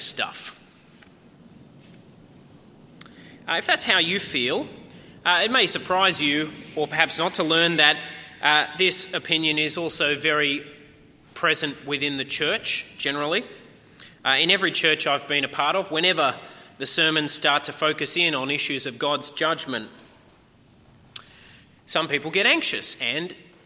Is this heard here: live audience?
yes